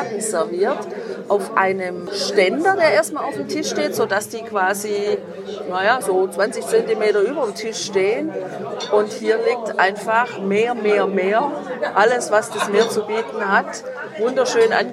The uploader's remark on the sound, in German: Mit einem leichten weißen Bombino im Glas und einem herrlichen Blick über das tiefblaue adriatische Meer berichten wir dir live aus einem Ristorante oberhalb von Tricase Porto.